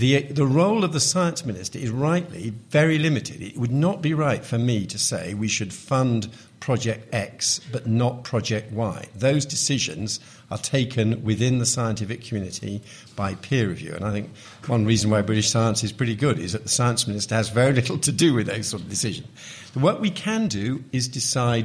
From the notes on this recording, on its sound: Live at the AAAS 2014 meeting in Chicago